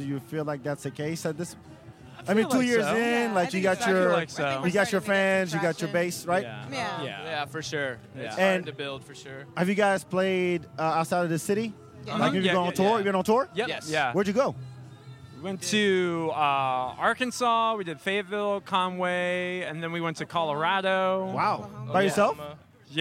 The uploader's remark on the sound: Podcast was taped live at Empire Control Room.